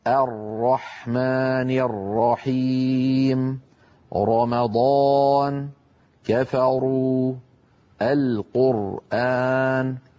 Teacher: مؤخرة اللسان في حالة تفخيم الراء قد ارتفعت قليلا وتقعر وسط اللسان